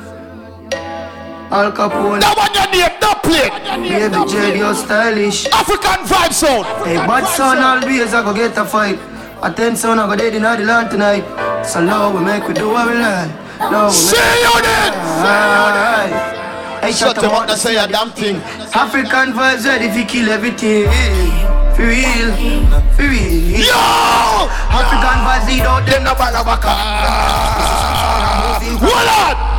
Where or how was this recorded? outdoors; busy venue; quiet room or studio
busy venue